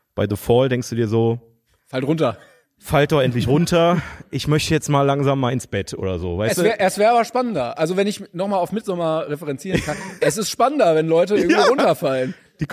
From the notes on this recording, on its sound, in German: Die Kino-Events sind zurück! Nach langer Pause ENDLICH wieder LIVE aus dem Metropolis-Kino in Bochum.